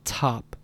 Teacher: there's a little bit of breathiness that comes with that T at the start of the word. And if you hold up a piece of paper in front of your mouth while you say this and you say top, don't overblow it, don't say top, but just say top, you'll notice that the paper moves slightly. · Term: aspiration